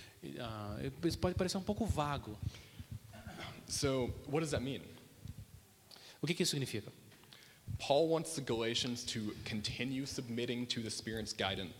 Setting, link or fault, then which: setting, large echoing room